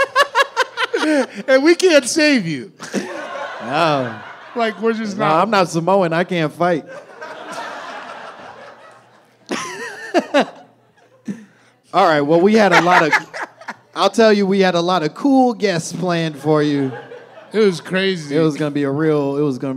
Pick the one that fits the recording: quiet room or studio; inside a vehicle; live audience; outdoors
live audience